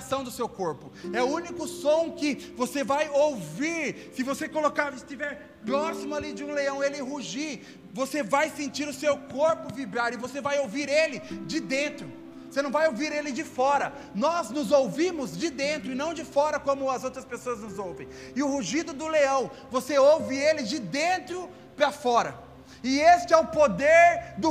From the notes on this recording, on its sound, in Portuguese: Áudio do Culto de Domingo do dia 12/12/2021.